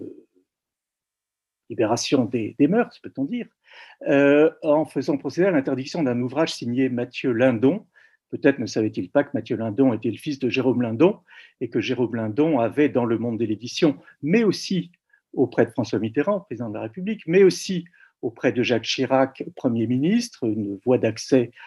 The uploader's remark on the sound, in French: Enregistré sur Zoom le 4 février 2021